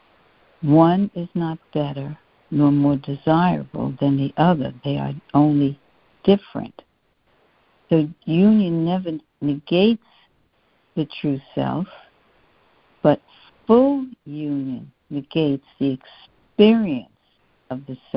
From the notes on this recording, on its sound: CONF CALL. Students are joining together on a Free Conference Call to study A Course of Love [ACOL].